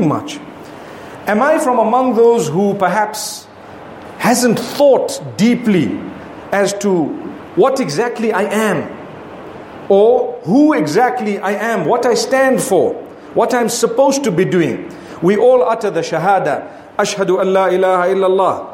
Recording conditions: large echoing room